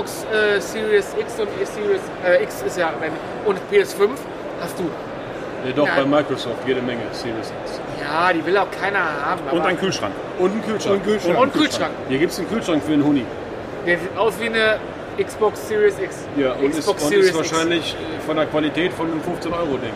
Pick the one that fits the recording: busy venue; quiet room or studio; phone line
busy venue